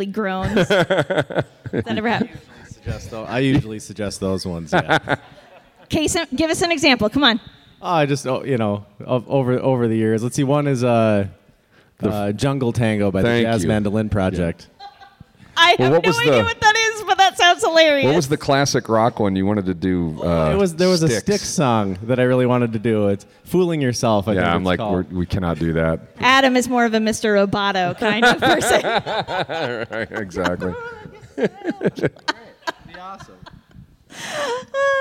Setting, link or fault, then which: setting, busy venue